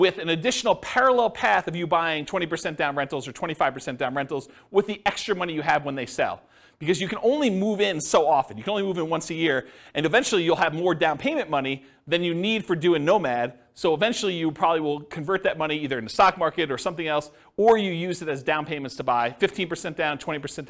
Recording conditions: live audience